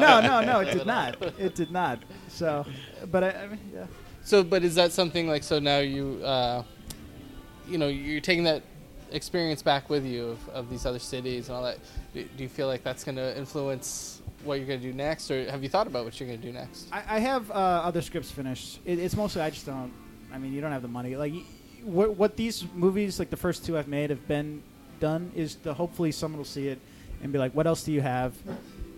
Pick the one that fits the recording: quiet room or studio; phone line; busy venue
busy venue